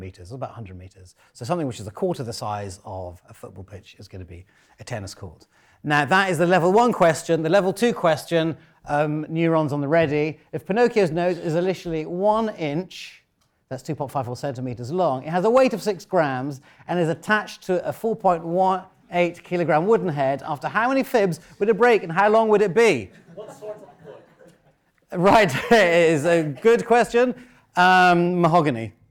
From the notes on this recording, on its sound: In our Oxford Mathematics Christmas Lecture